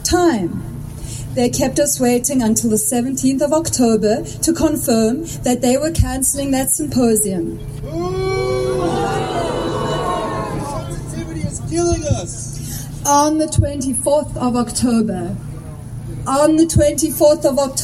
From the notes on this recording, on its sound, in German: Eine kommentierende Sendung mit Mitschnitten der Kundgebung. In Berlin, Unter den Linden, stattfand.